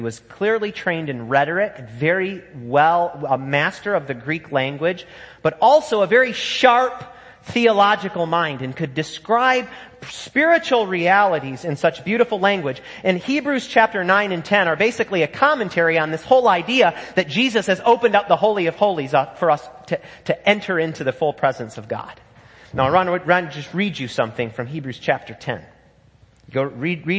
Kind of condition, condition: setting, large echoing room